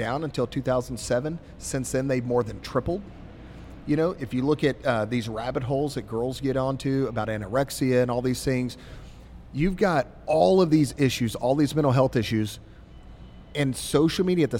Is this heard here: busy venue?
yes